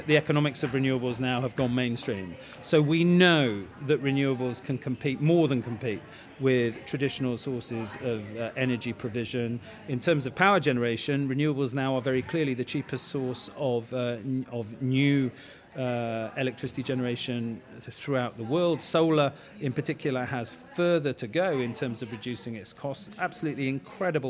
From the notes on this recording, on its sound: Recorded in partnership with CFA UK at their conference. Where we spoke to a number of the speakers from the event.